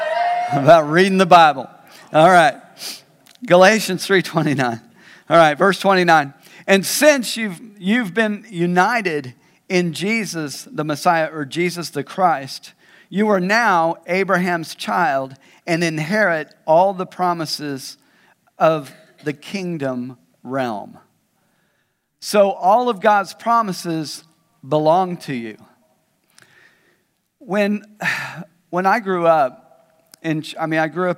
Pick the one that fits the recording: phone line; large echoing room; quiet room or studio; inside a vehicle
large echoing room